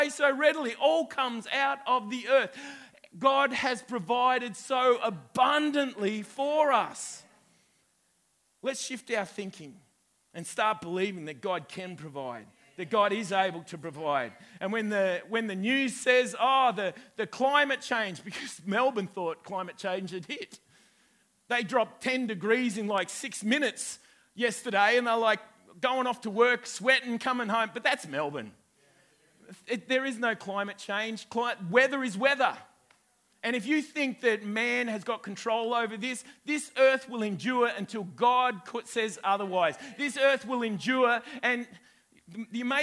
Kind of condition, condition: setting, live audience